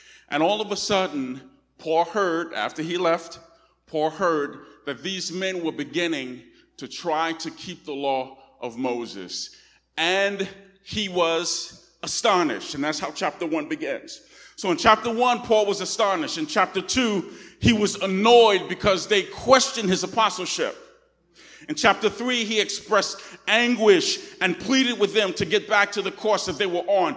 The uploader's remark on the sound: Recorded on 2016-08-28 at the 10:00am Service.